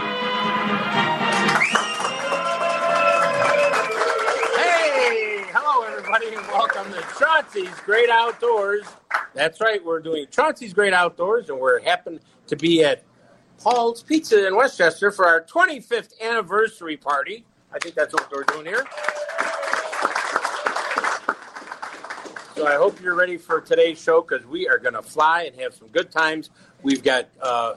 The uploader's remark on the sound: live from Paul's Pizza and Hot Dogs